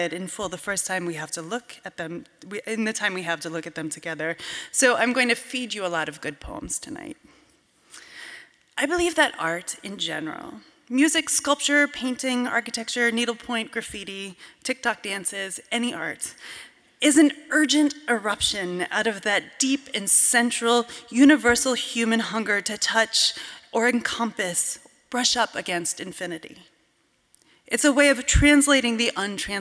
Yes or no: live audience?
yes